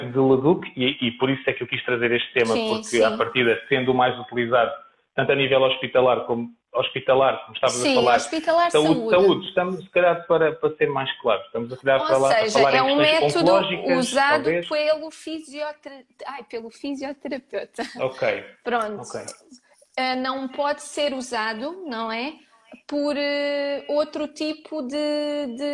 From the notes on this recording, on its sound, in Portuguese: Gravado através do LIVE do Instagram.